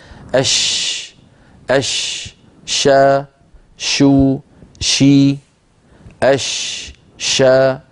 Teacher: لابد من أش أن يمتلئ الفم بهذا الحرف بهواء هذا الحرف · Term: التفشي